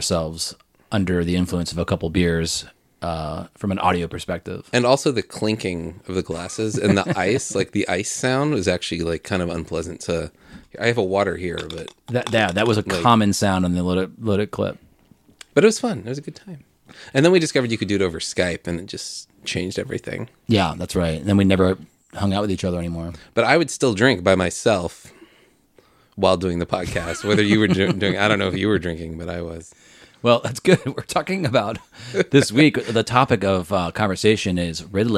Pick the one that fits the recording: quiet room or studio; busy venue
quiet room or studio